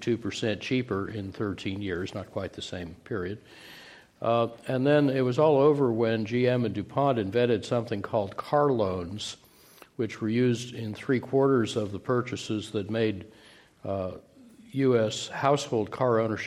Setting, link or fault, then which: setting, live audience